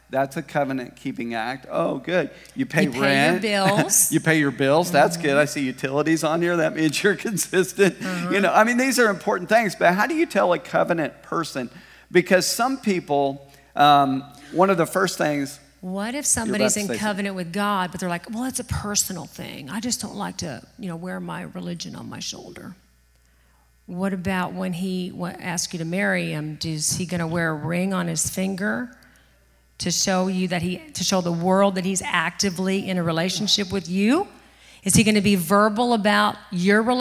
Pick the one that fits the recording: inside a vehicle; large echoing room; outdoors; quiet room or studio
large echoing room